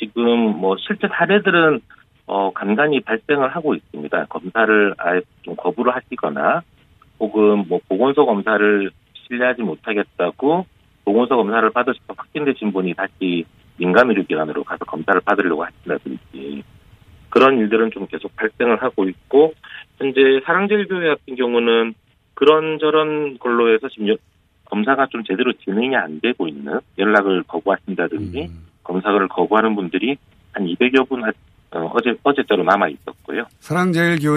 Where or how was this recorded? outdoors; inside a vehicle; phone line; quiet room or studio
phone line